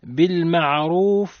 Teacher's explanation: الراء متحرك بضم حكمها التفخيم